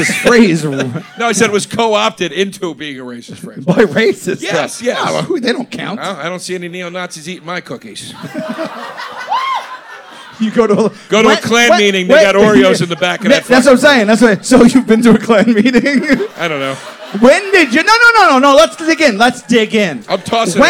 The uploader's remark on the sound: ALL THE WAY LIVE from the jokers cruise!